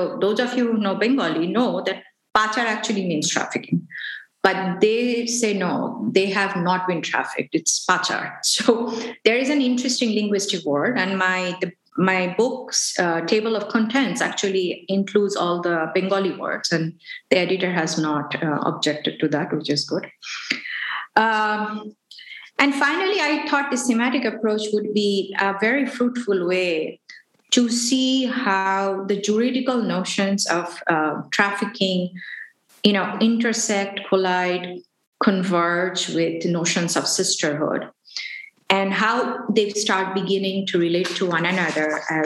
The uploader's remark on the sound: This episode was originally recorded during a live webinar event that occurred on February 23, 2022.